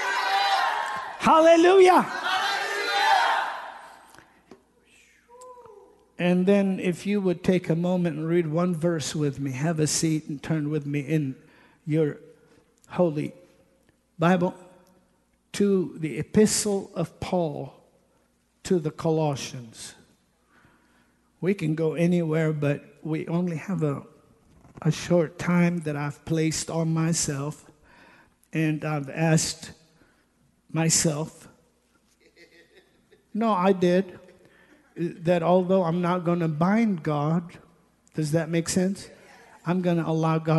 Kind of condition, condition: setting, large echoing room